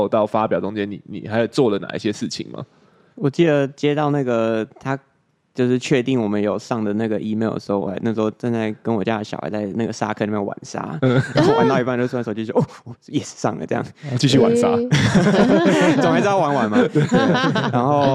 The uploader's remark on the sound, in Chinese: 今天這一集再跟我們一起回到費城的活動現場吧！